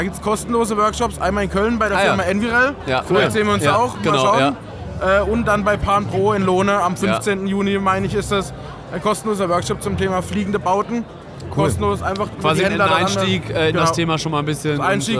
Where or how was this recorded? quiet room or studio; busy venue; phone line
busy venue